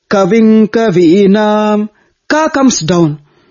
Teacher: Then Kaving Kavinam, Ka comes down. The syllable, the letter Ka, is chanted downward, Anudatta.